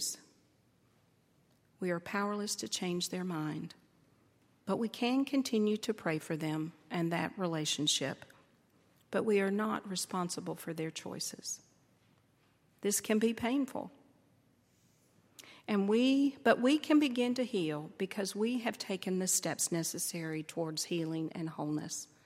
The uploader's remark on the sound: on Sunday, November 11, 2012, at Highland Baptist Church.